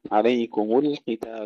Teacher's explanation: عليكم تحقيق الضم في الميم وأيضا سكون اللام ترقيقها